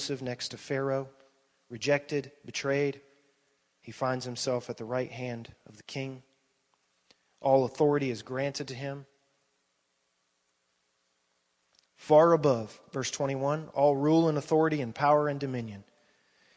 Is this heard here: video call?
no